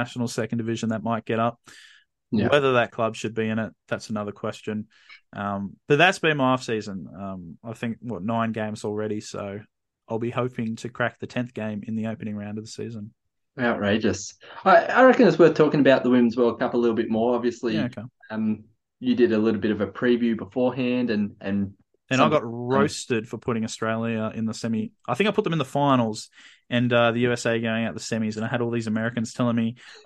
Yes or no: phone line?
no